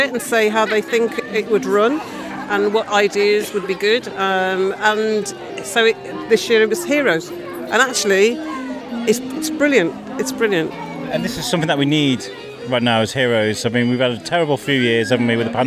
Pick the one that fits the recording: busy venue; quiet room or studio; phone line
busy venue